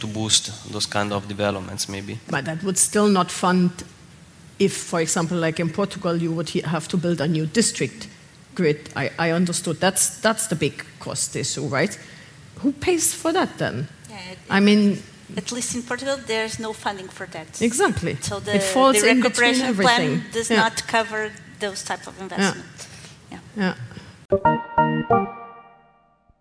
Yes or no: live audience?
yes